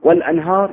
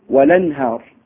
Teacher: ورش ينقل حركة الهمزة إلى الساكن قبلها · Shown in: second take